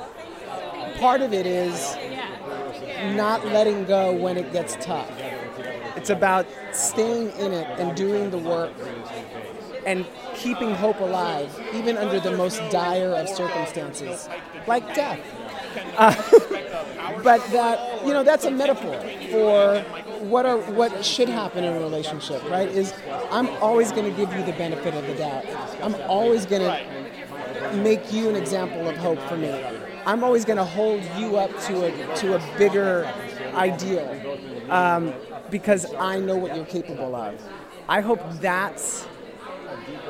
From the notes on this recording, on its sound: interviews from the Red Carpet of the Star Trek Discovery Panel at PaleyFestNY 2019